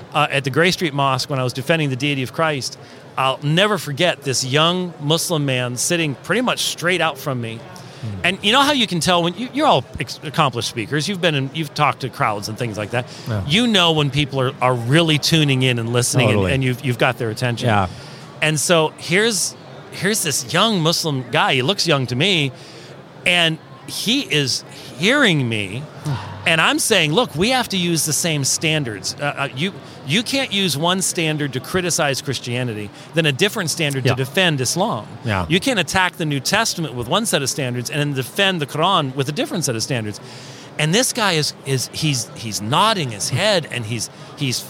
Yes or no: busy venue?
yes